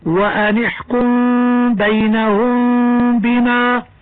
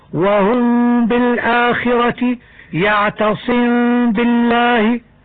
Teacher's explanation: وقعت الميم الساكنة قبل حرف الباء، وأن احكم بينهم بما، فيكون حكمها الإخفاء بغنة، والمعروف أن الإخفاء هو النطق بالحرف في حالة بين الإدغام والإظهار كما مر معنا، فتقرأ وأن احكم بينهم بما. وعلى هذا إذا وقع بعد الميم الساكنة حرف واحد هو الباء، تكون الميم مخفاة بغنة · Term: إخفاء شفويا